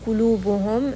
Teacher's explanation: Lam is a two-count med. Qulubuhum, meem has tawassut, so we are going to rest on this meem for a little bit